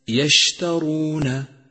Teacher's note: انتبه إلى ترقيق الياء وتفشي الشين وترقيق التاء وتفخيم الراء الزرقاء وترقيق الواو والنون